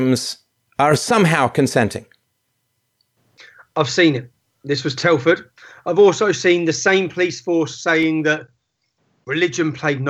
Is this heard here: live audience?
no